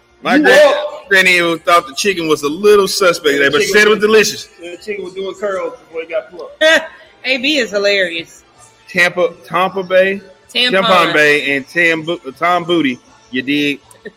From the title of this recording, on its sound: Live from Winners Smokehouse